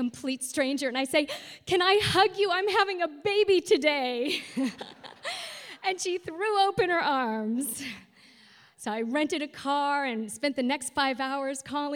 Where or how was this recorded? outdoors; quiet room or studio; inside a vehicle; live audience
live audience